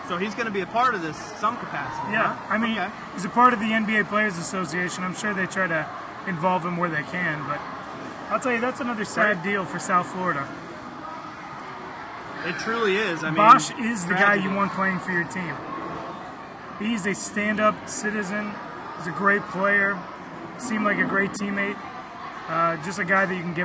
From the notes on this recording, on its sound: Come to you on location at Millennial Brewing Co. In Fort Myers, Florida.